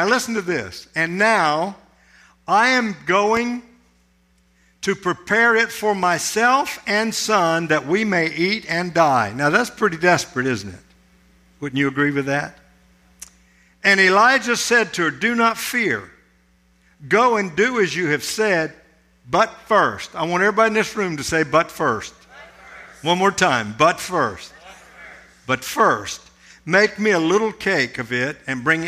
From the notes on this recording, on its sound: This sermon was recorded at Family Worship Center in Florence, SC on Sunday, August 13, 2023